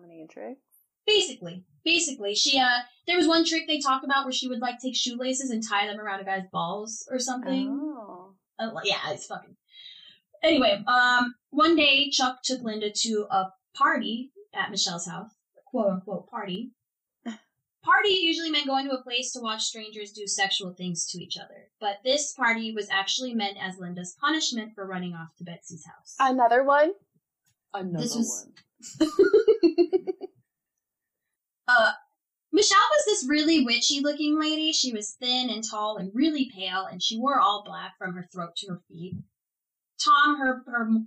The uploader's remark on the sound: Please accept our apologies for the audio quality of this episode! One of our microphones malfunctioned in the beginning of the recording.